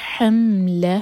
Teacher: ہم ہا حلق سے، میم پر جھٹکا نہ ہو، لا ایک حرکہ اور ہا مد طبعی.